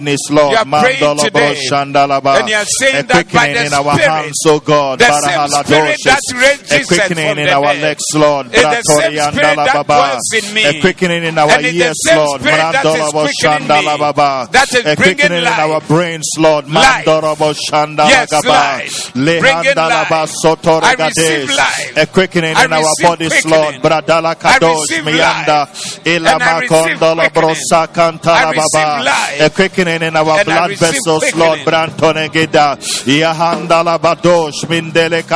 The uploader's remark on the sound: Preached at the Doxa Service